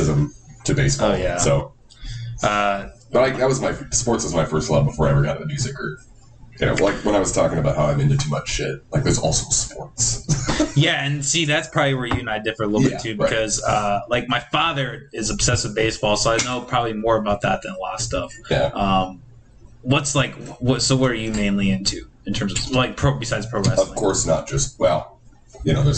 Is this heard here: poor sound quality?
yes